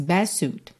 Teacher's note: Best suit, olha só, best terminaria em T. Mas como eu posso omitir essa consoante oclusiva, eu já junto no S, best suit.